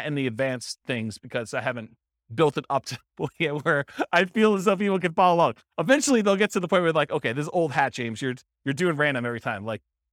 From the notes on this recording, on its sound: This was a live class recorded